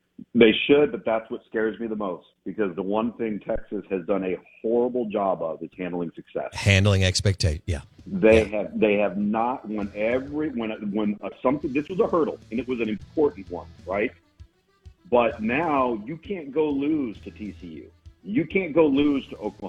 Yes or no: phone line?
yes